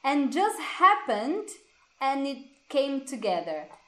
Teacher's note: Novamente, o T do it não existe. And just, e aqui ó, não é and just, é tudo junto.